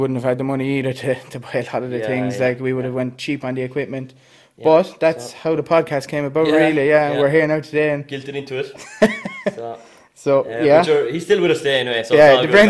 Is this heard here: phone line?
no